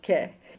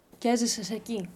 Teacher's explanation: a palatalized version of the letter K. So it's more forward, and it blends with a vowel that comes after it · Shown in: second take · I always like to think about it as a blend and not a consonant that it's attached to a vowel.